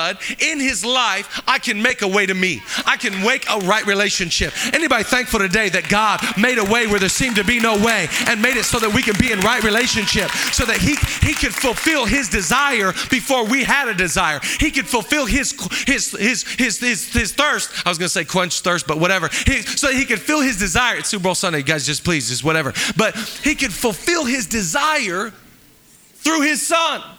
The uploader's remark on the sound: Live from El Rey Theater